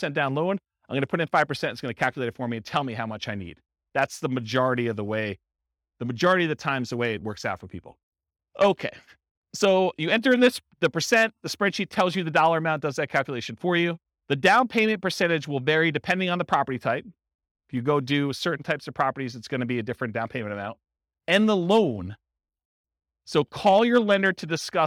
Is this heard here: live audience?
yes